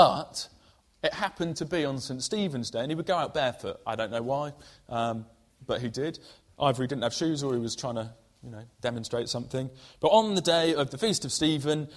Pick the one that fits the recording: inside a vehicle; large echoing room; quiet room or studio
large echoing room